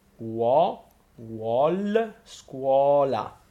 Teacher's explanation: And scuola and vuol are open because of the U.